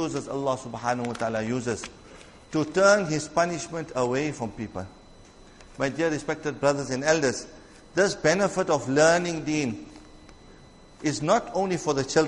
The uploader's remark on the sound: Jumuah lecture